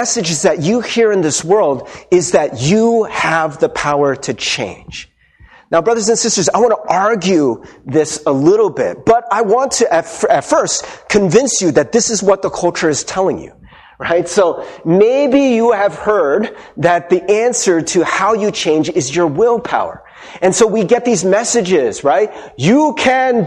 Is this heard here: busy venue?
no